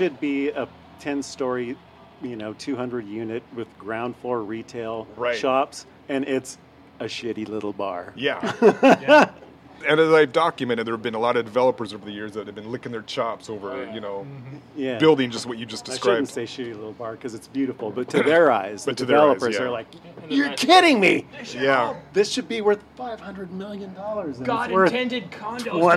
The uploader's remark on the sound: Recorded live at Blue Moon bar in the University District. Blue Moon describes itself as Seattle's most infamous dive bar, and this historic tavern doesn't disappoint. You can hear the faint sound of customers being kicked out!